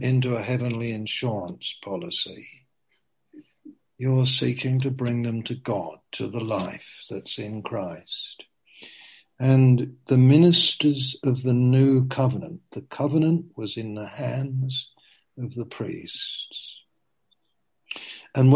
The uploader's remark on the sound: Q & A (Zoom). Teign Valley Sessions.